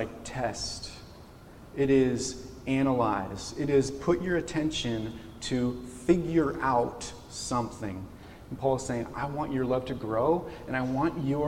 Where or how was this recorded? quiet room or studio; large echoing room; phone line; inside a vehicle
large echoing room